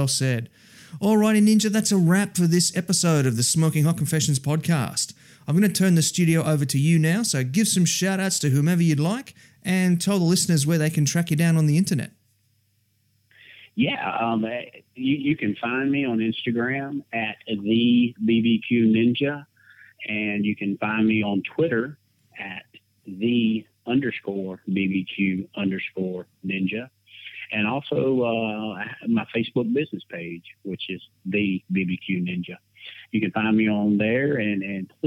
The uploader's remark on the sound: we found another time to record over the phone